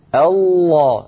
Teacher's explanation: الصوت كله من الفم، ما في شيء من الأنف · Term: صوت فموي